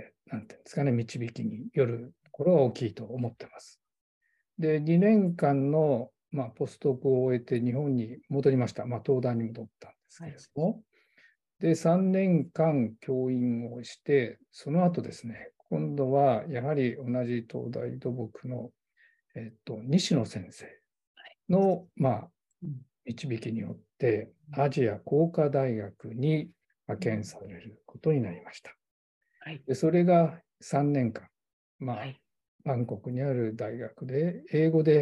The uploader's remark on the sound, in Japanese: 収録場所： オンライン (Zoom)